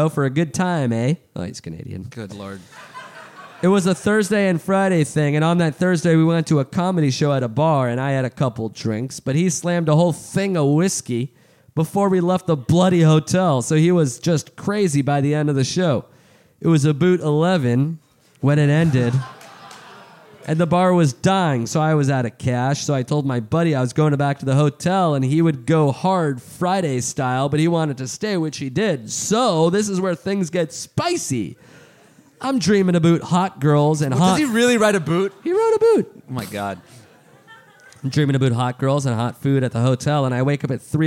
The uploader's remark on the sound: Live in Austin, TX! Live from SxSW.